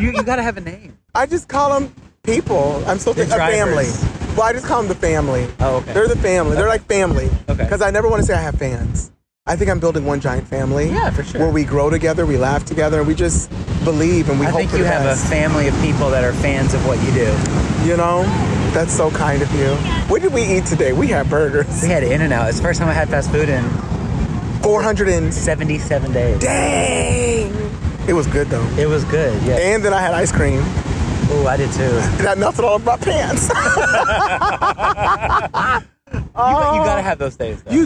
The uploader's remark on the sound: I’m at the beach with a close friend and we decided to just talk and record.